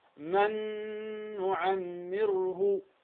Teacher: أدغمت النون الأولى اللي هي النون الساكنة في النون الثانية، فصارت النون الأولى والنون الثانية حرفا واحدا مشددا · Term: الإدغام بغنة